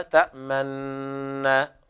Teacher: بعد الغنة نشير بالشفتين نضم ضمة طبعا كاملة مع الغنة · Term: الإشمام